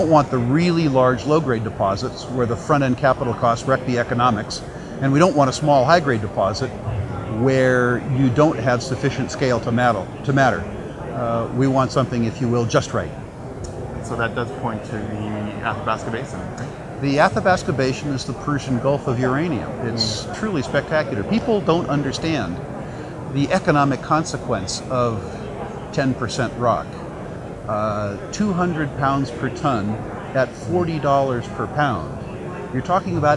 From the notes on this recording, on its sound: at the the recent World Resource Investment Conference